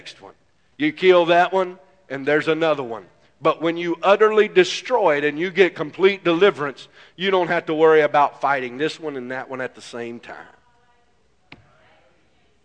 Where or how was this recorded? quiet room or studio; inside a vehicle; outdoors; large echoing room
large echoing room